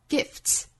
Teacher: Gift 后面加的 s 呢，应该读 s 轻辅音，那跟前面的 t 辅音连缀之后发 s